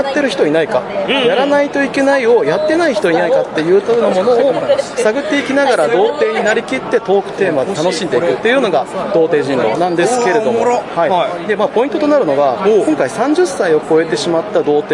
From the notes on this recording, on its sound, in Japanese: ゲームマーケット2023秋！会場インタビュースペシャル。今回は毎度のゲムマ会場収録より少なめの20音源。会場収録のため、騒音雑音が激しく入っております。